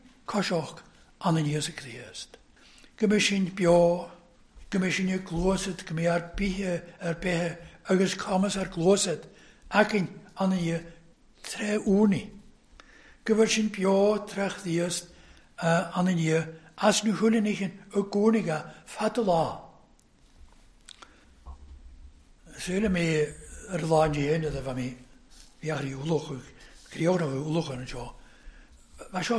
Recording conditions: large echoing room